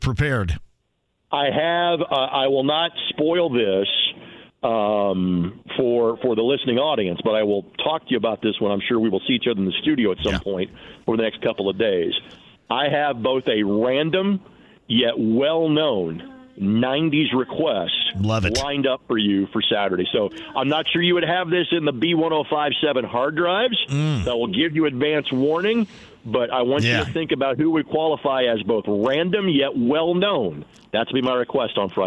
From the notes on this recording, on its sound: Opens the phone lines and takes some calls from Colts fans!